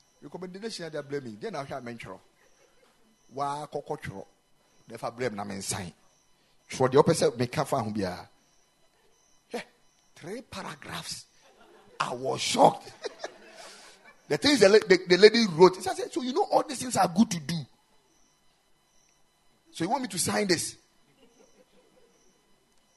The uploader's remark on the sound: Preached at the Ekklesia Chapel